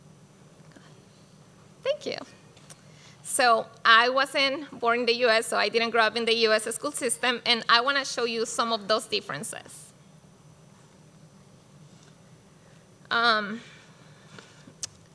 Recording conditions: busy venue